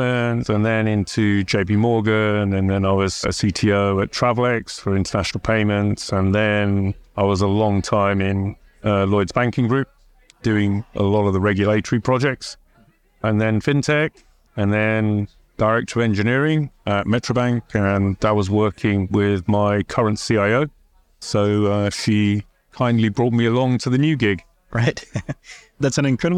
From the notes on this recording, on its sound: Recorded at Sibos.